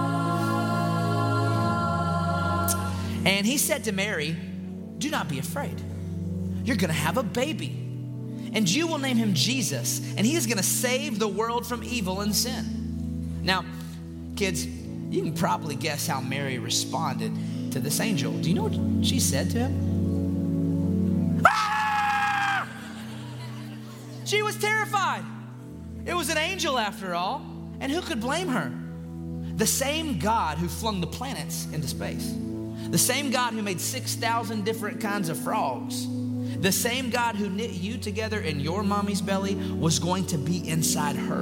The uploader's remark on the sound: In this special LIVE episode.